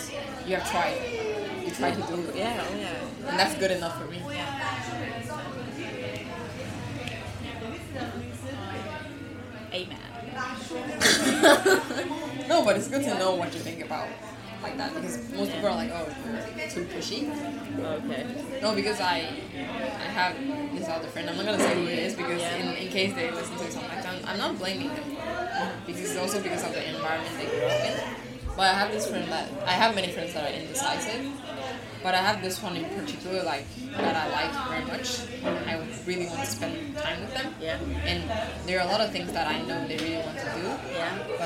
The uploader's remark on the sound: This time we tried spicing things up by recording in a café